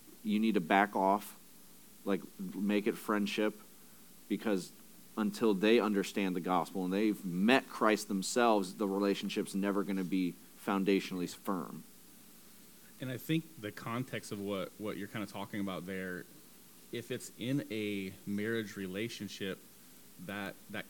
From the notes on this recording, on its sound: Audio a little low, working on that for the next episode.